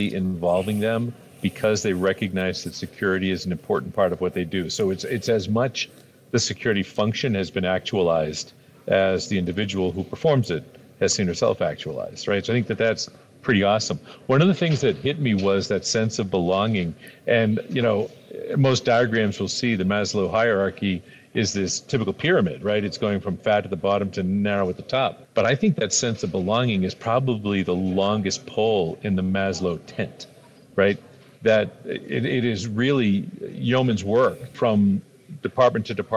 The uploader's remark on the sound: At the National Association of Counties (NACo) conference in Aurora, Colorado. Attempts to remotely highjack the microphone.